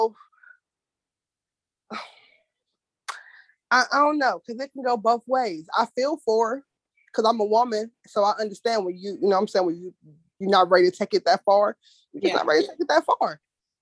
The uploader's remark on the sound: Sorry for the sound not being as high quality as I would like but it shall get better.